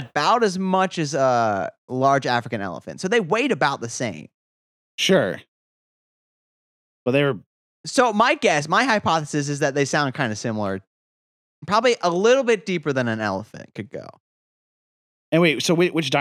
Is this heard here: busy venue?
no